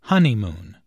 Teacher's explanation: There are three syllables in honeymoon, with a stress on the first syllable